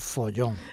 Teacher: a veces ni suena la S ni suena la B o la V, sino que suena una F